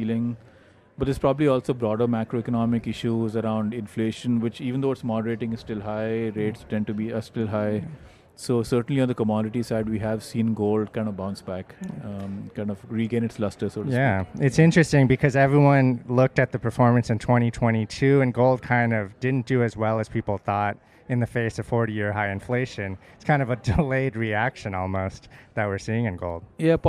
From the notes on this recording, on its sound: on the sidelines of the Inside ETFs conference in Hollywood, Florida